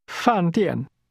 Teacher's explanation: That's pronounced with two falling tones.